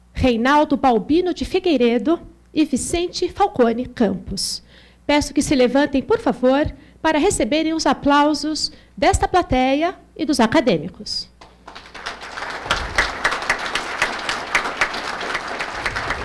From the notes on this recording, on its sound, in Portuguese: Este é o áudio da abertura do I SEMINÁRIO ABQ QUALIDADE SÉCULO XXI – A Qualidade e a Realidade Nacional.